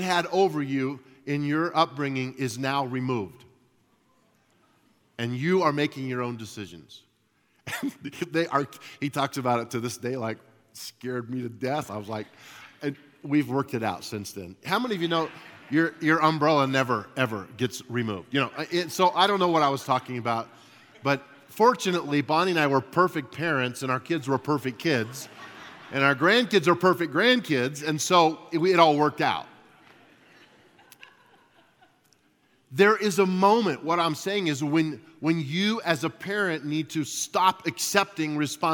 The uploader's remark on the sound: At Timberline Church - Audio. Live.